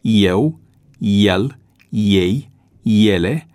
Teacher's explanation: Astfel se rostesc cu IE la inițială pronumele personale eu, el, ei, ele · Term: diftongul IE